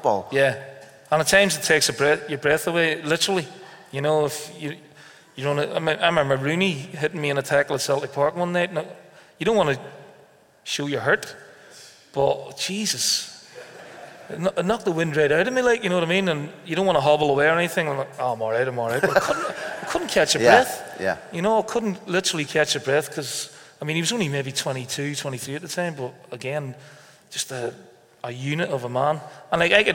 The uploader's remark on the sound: We recorded our first live Big Interview just before Christmas. Greenock Town Hall. It was a special event. To help raise funds for Ardgowan Hospice.